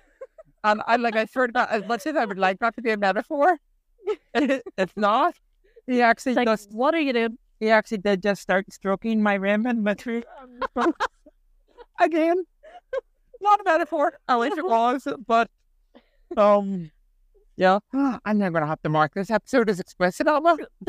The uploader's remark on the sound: we taking our recording on and off the road